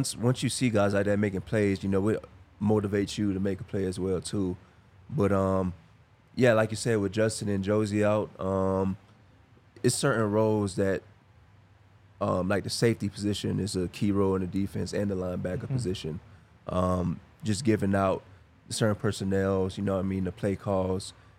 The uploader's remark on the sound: coming to you LIVE from the DNVR Bar